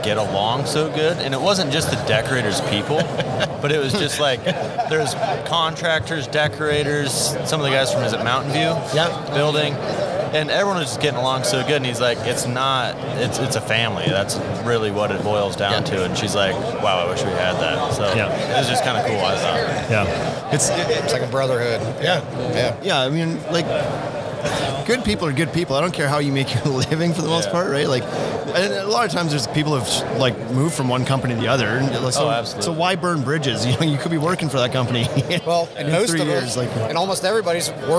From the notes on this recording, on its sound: Live From Deck Expo 2019. Live from the Deckorators booth in Louisville, Kentucky at Deck Expo 2019.